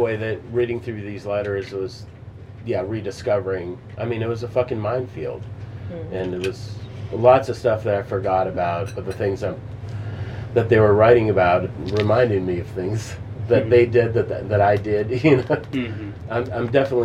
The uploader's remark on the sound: A recording of a book-release event at Tangible Books on September 16, 2023